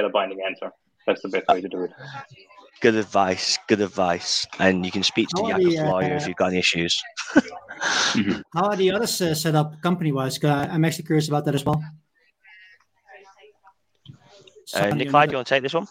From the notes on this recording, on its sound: This is a recording a linkedin live event recorded on Thu, Nov 17, 2022, 2:00 PM - 3:00 PM.